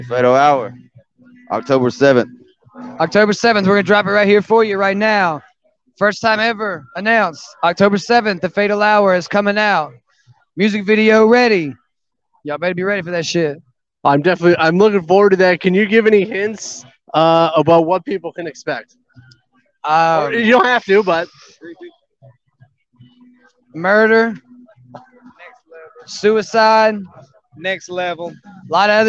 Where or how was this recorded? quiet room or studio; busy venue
busy venue